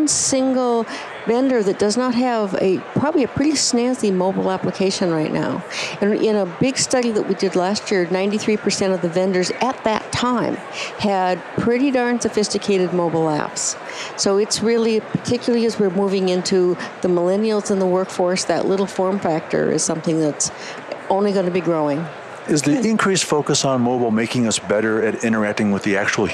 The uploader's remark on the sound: LIVE from Las Vegas, at #HRTechConf